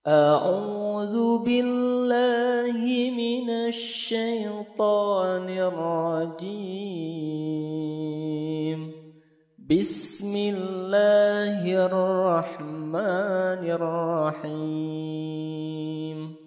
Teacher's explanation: Rendah kemudian naik. A-nya rendah kemudian a'udzu naik. · Term: bayati